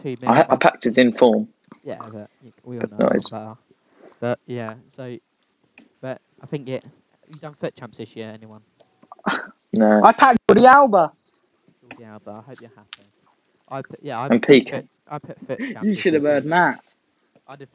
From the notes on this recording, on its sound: Sorry about the audio levels